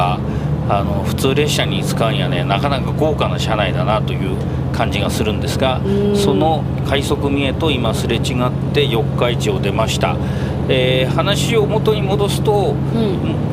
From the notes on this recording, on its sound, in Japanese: 実車収録 HC85系で紀伊長島まで行って来ました！